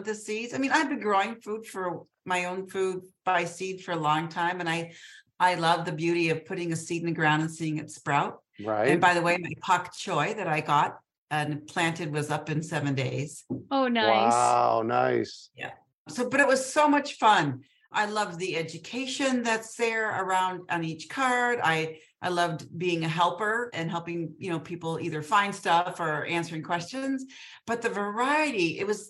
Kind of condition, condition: link, video call